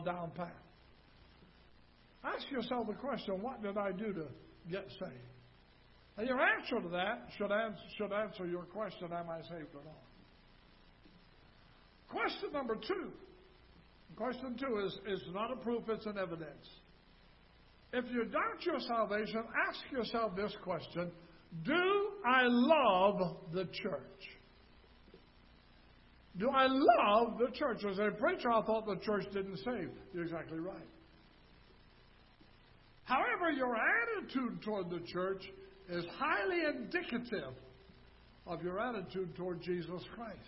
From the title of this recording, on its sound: Ketha Heights Baptist Church ~ Live Broadcast